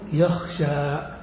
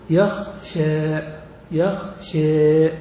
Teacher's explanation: ومن يميل، وهي لغة فصيحة، يميل الألف نحو الياء، وهذا يستلزم أن تميل الفتحة التي قبلها نحو الكسرة · Shown in: second take · فتقول يخشى يخشى. · Term: الإمالة الكبرى